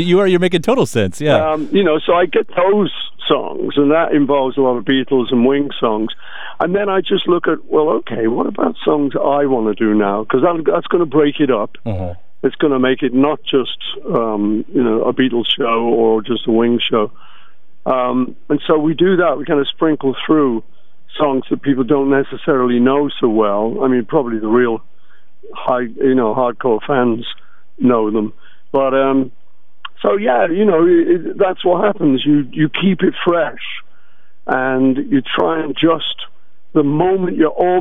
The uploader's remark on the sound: On The Phone.